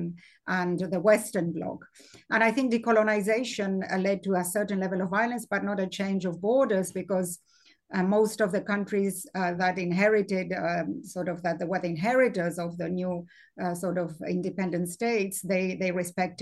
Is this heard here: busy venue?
no